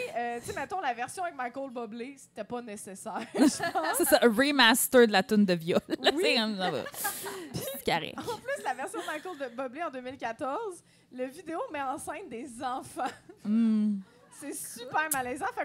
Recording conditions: live audience